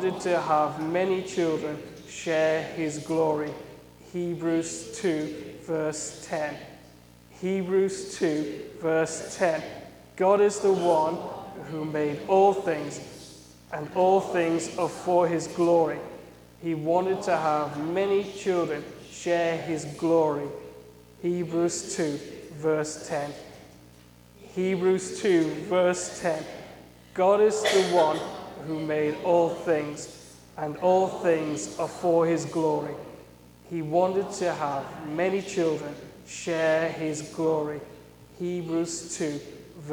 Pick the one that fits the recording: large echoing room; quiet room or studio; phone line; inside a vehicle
large echoing room